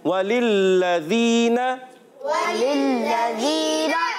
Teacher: تو پہلا لام جلدی میں اور دوسرا جو ہے مشدد ہونے کی وجہ سے اب اس کو ذرا رک کر پڑھیں گے